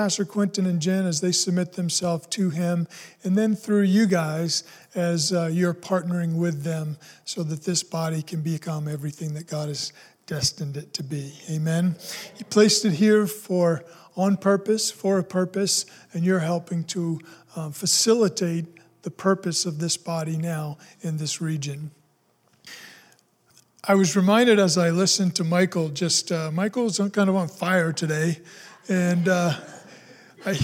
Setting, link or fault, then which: setting, large echoing room